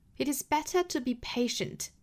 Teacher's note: when you're not ready.好，首先来做英音的语音讲解。It is better to be patient.首先我们来看 better 这个单词，中间的这个 t 爆破送气很明显。 Better 尾部呢是 a schwa sound.